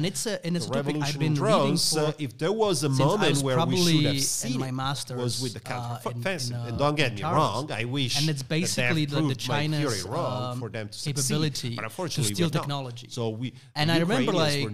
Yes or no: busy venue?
yes